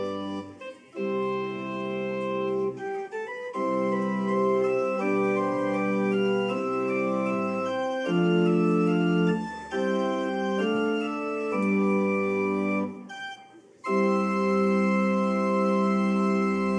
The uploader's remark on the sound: Audio of our worship service on Mother's Day, 5/24/23. Streamed live from our campus in Westlake Village, CA.